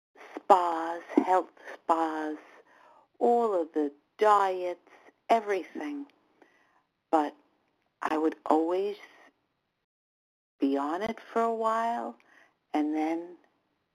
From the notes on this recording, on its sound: 100 Pounders Phone Meeting